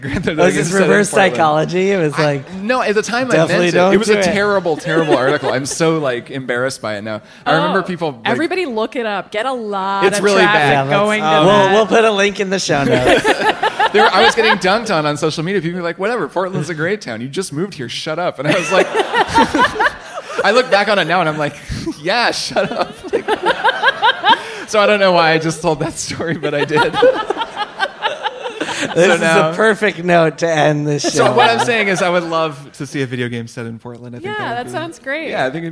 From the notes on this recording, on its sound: LIVE in Brooklyn! It's the very first TRIPLE CLICK LIVE!!! From the Bell House in Brooklyn. Plus: live Q&A and live One More Things.